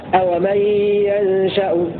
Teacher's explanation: بفتح الياء وسكون النون وتخفيف الشين هكذا: أو من ينشأ من نشأ الفعل مبني، الفعل مبني للفاعل.